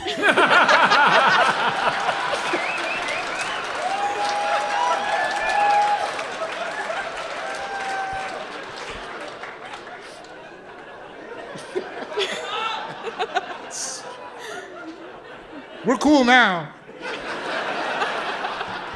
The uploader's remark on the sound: This week’s episode was recorded live in front of an audience at the Gothic Theatre in Denver!